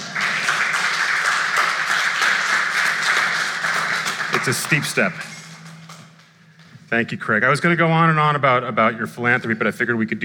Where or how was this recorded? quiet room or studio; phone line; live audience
live audience